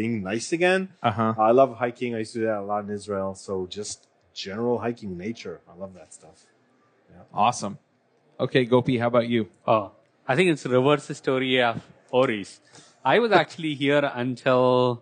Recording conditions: busy venue